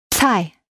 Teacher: And there's a little H in there, T-S-H.